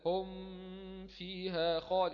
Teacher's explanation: يبقى معنى ذلك إن الميم خارجة، مخرج الميم قريب من مخرج الفاء، دي من الشفتين دي من بطن الشفة، الميم من شفتين الفاء من بطن الشفة